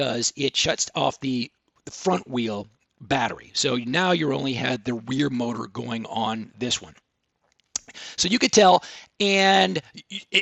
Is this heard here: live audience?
no